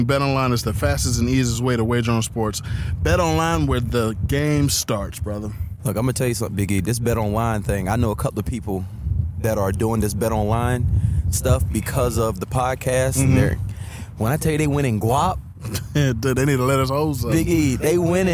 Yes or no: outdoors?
yes